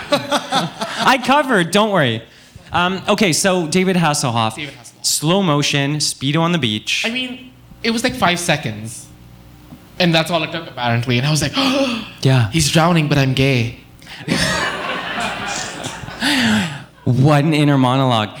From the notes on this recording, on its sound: Recorded live at Buddies in Bad Times Queer Pride.